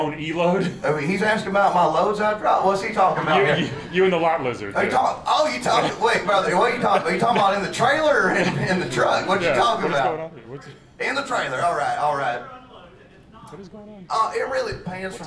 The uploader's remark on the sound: Our live episode we did about a month ago at Galaxy Con in Raleigh, North Carolina. It was super fun to do it in a room full of packed people. The audio is fine!